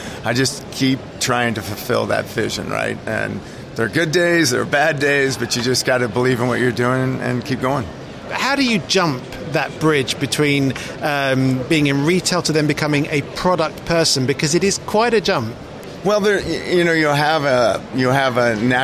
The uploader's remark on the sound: Episode 3 "live" from Silmo Paris 2023. He heads to the Start Up Village to hear the story behind Junk Plastic.